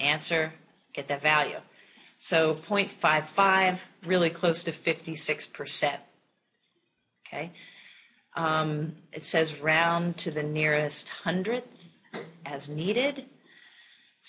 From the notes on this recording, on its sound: This is a clip from a live classrooom where we work through a homework problem together.